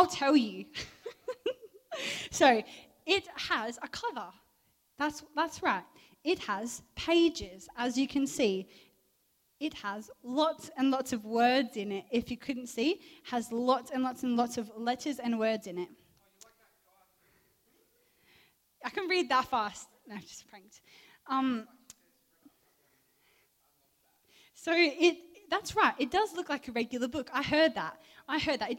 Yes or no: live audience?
yes